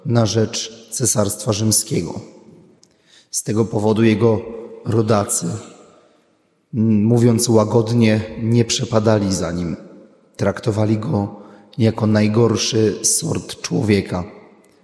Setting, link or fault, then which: setting, large echoing room